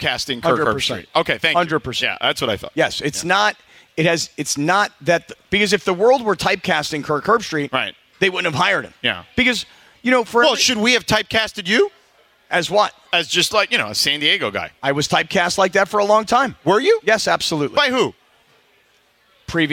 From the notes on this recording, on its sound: HR 1: Another Remote! Live at Hollywood Park Casino.